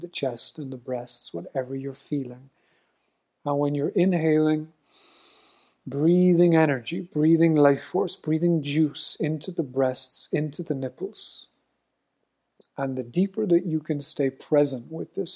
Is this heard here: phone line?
no